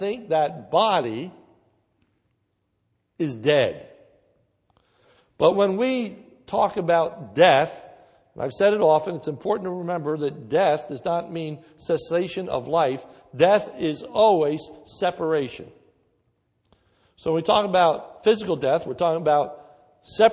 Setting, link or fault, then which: setting, large echoing room